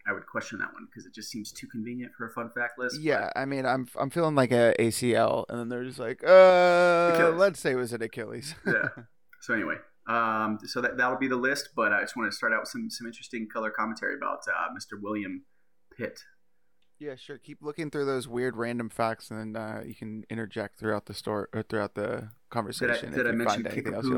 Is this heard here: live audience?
no